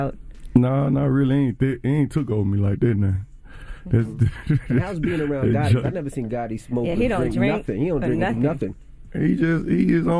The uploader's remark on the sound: Afterwards we opened up the phone lines to see what our listeners first look at when it comes to first meeting someone.